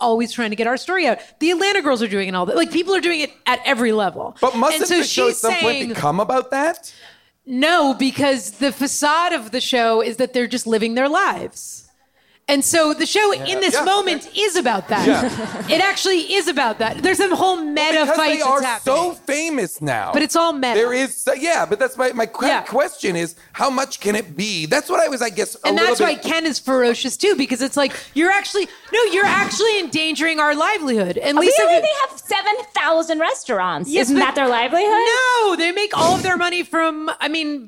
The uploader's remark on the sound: Live from Largo